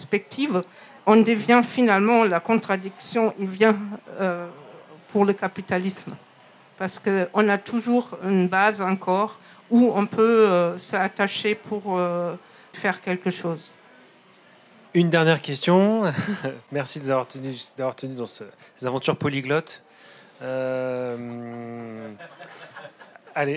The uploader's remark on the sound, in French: Conférence enregistrée en public à la REcyclerie, en partenariat avec les éditions La Lenteur.